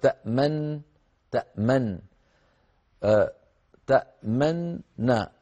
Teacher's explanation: النون هذه لما سكنت للتخفيف ليس للجزم، يعني هذا ملحظ ضروري ننتبه له، لم تسكن هذه النون الوسطى للجزم، وإنما سكنت للتخفيف، ثم أدغمت هذه النون في النون التي بعدها فصارتا نونا واحدة مشددة